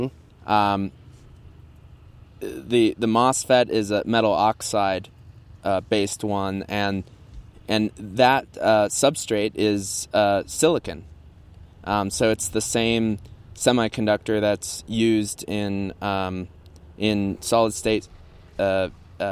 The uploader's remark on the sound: Apparently recording under a popular confluence of flight paths, but if you can get past the air traffic noise.